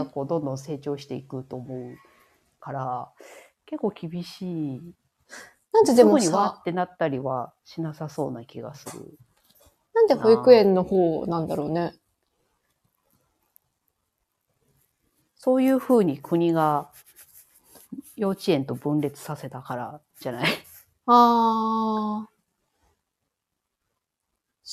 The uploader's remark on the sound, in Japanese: 収録なので、リアルタイム情報ではないです。子どもの声が入っています。コラボ収録。Stand.fm。